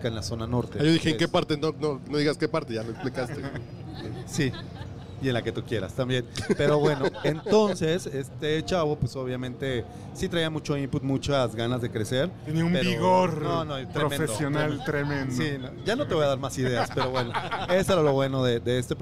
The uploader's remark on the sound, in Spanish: La semana pasada grabamos desde el mágico mundo de las expos en Expo Publicitas 2019, en el stand de Output Podcast presentado por RØDE Microphones.